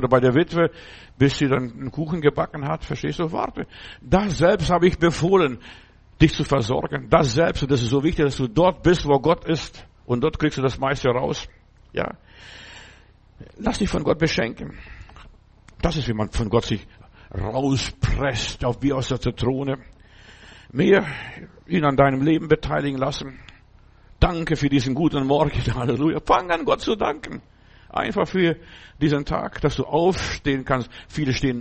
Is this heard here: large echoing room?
yes